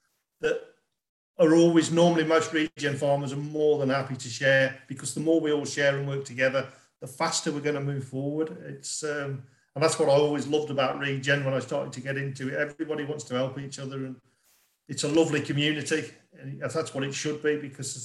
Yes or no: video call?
yes